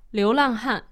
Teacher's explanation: that's second tone, fourth tone, and then han, which is fourth tone as well